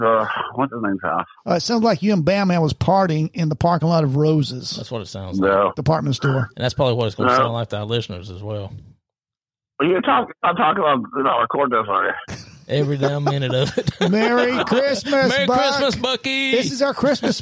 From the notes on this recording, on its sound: A surprise phone call. Studio 77 airs this short clip each year.